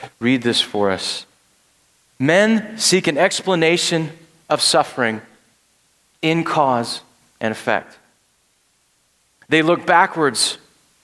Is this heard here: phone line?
no